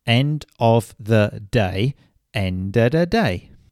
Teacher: the words here in this simple sentence have changed from of the to udder. · Term: connected speech